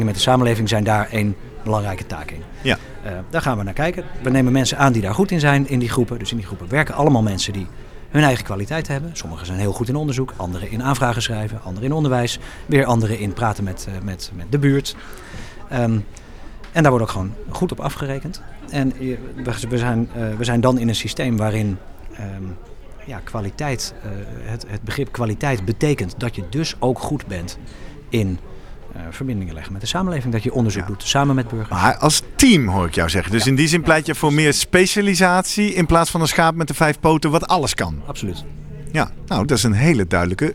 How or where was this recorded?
busy venue